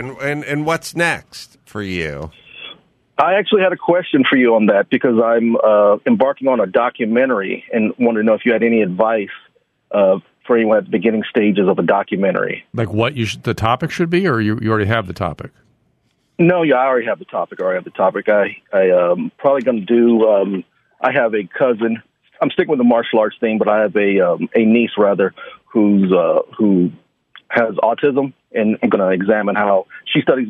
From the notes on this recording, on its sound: The show opens by going to the phones and speaking with a caller. They then turn back to the phones and speak to a caller.